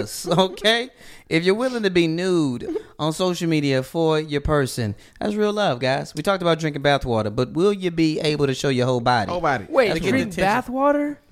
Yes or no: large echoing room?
no